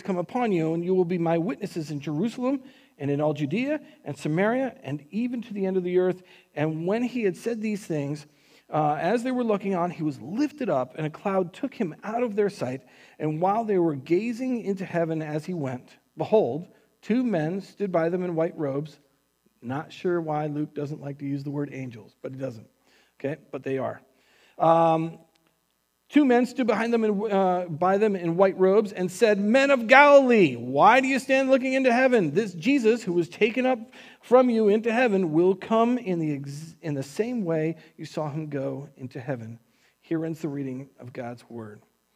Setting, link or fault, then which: setting, large echoing room